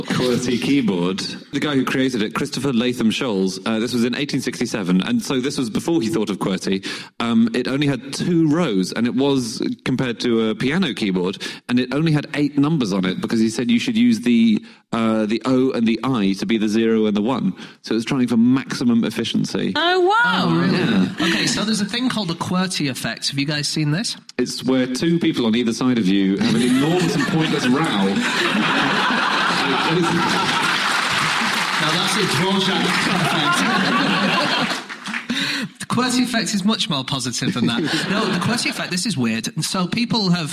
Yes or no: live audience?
yes